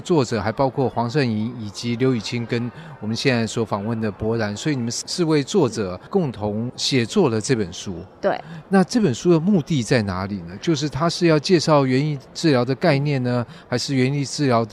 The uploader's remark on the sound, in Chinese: 2023台北國際書展 特輯。活動現場訪談。